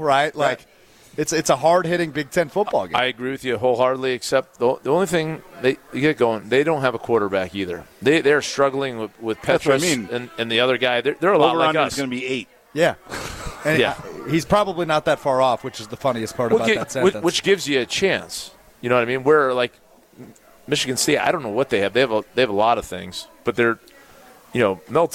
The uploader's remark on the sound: live from The Great Dane in Fitchburg.